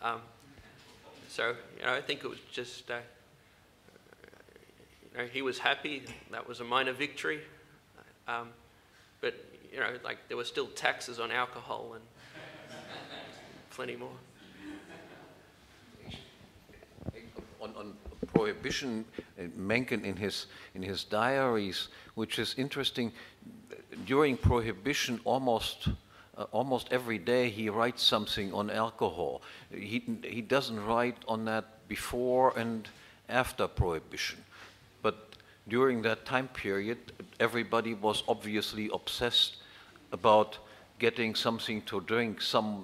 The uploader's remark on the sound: This panel discussion is from the 2012 Annual Meeting of the Property and Freedom Society.